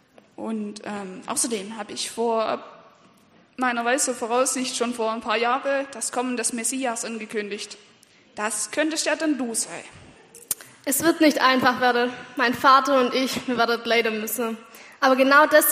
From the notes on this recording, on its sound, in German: Anspiel und Predigt im Gottesdienst an Heiligabend